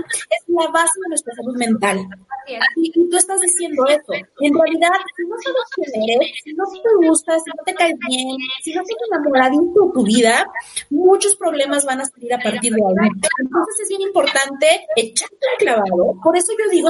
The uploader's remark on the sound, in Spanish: El audio de este episodio no es el mejor.